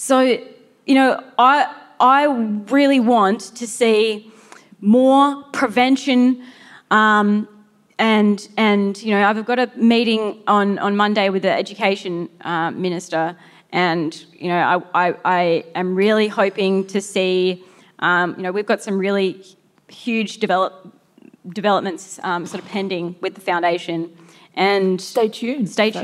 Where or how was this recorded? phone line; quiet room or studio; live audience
live audience